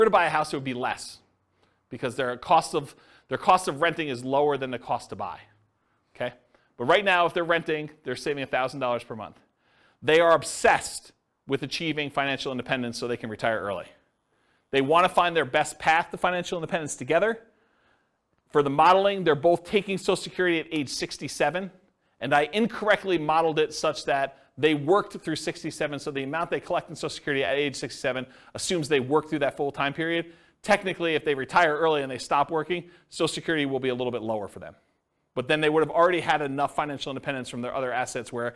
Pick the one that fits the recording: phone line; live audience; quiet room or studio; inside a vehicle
live audience